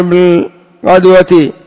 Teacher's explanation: قرأ ابن عامر بالغدوة بضم الغين وسكون الدال